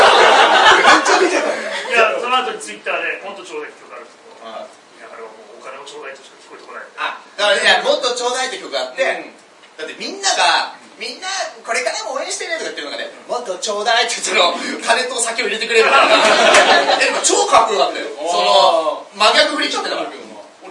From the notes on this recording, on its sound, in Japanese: 公開収録ライブ